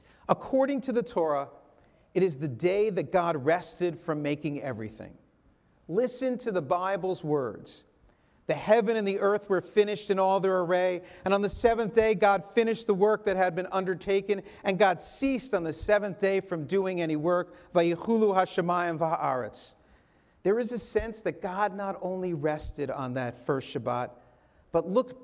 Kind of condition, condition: setting, large echoing room